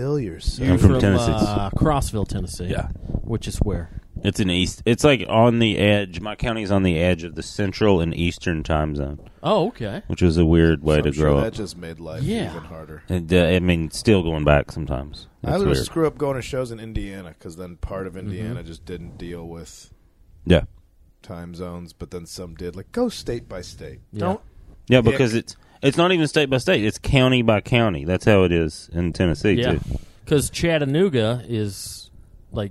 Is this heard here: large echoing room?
no